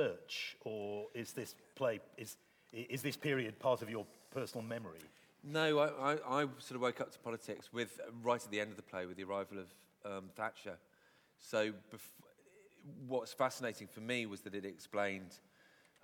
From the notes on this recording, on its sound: This is a recording of a live Platform event from March 2013.